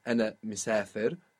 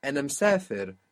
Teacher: ana misafir can become ana msafir in fluent speech · Shown in: second take